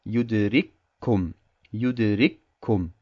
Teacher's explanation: das erste Kaf wird in das zweite verschmolzen